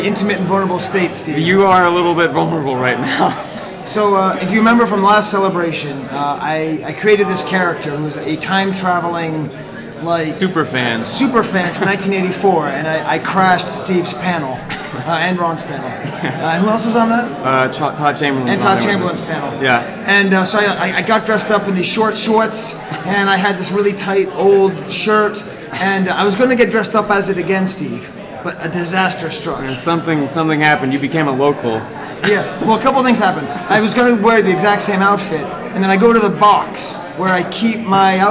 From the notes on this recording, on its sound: Live from the Collector Social Podcast stage and from the show floor of Celebration Chicago, 2019. Some iffy sound quality.